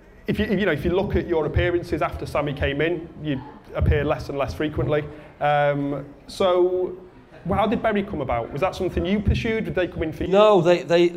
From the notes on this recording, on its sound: a live podcast, held at The Kings Tap in Cheadle Hulme